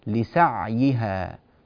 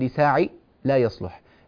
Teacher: الآية التاسعة في قوله تعالى لسعيها راضية، انتبهوا لسكون العين، لسعيها، سكون العين بشكل جيد حتى لا تتقلقل · Shown in: first take · لساعي لا يصلح، لسع، امسكوا العين جيدا ثم اكسروا الياء